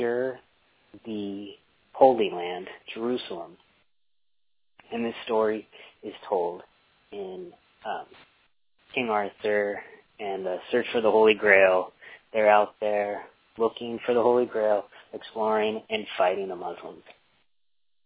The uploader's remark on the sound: Another call in show. I fucked up the recording of my voice because I left the recorder on a table that reverberates and it impacted the recording.